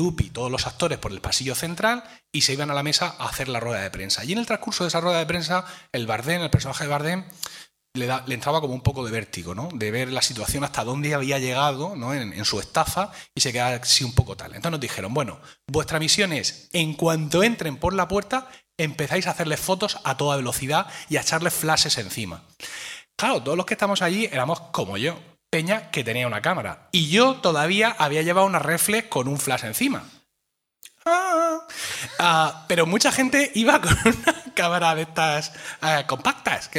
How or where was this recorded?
live audience